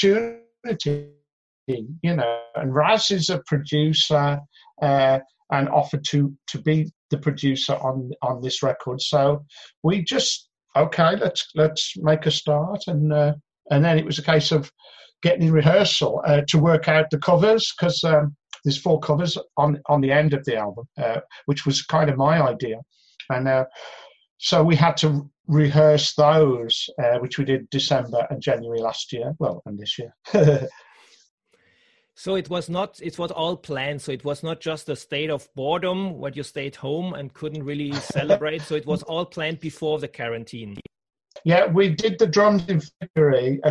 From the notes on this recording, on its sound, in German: In einem Zoom-Call.